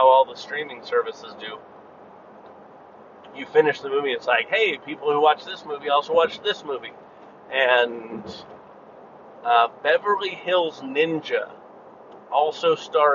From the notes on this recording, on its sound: This was me driving and talking